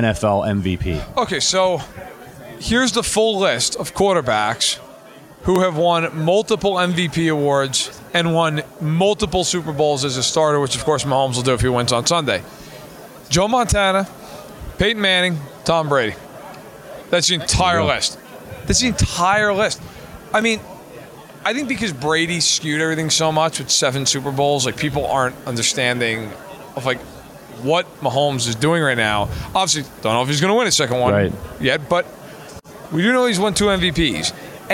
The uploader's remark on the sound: Live from Super Bowl LVII.